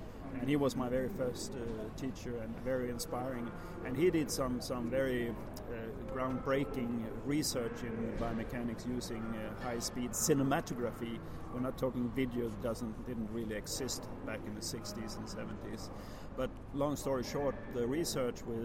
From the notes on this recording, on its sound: Apologies for the background noise - this interview was conducted LIVE at the London International Horse Show, Olympia can be very loud!